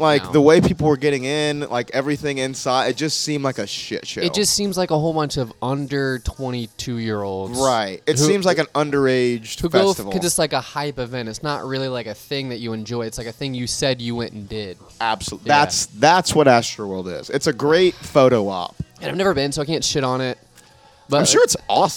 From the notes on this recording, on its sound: Banter before the Shantytown Pub Open Mic